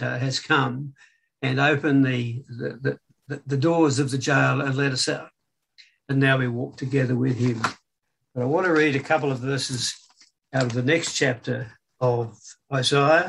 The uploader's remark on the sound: Talk 1 from Wednesday United zoom meeting on 20 October 2021